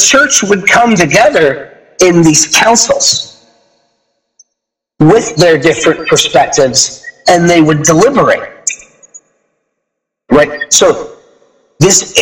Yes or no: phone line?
no